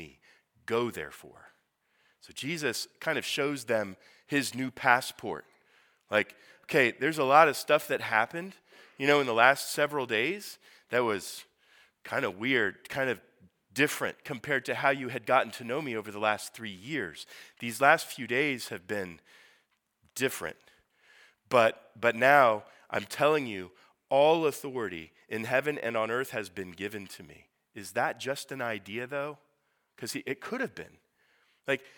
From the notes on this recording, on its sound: Sermon preached at Priestly Ordination Service